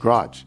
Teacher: my pronunciation of garage, generally turned into one syllable